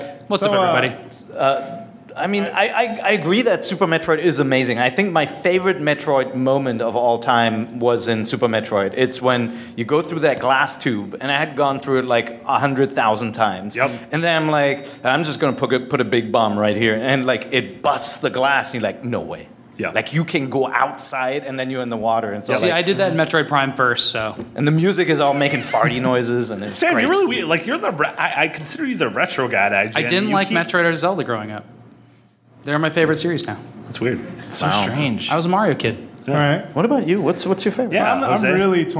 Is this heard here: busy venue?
yes